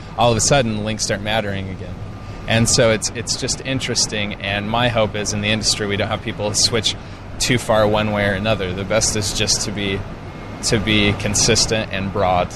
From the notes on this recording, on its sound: while on location from SMX East 2011